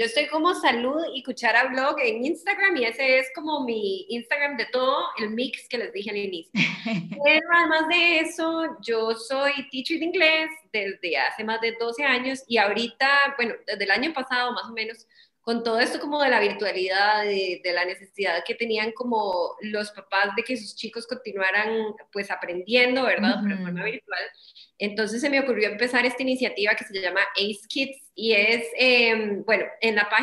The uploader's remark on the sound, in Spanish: nos pusimos a conversar vía Zoom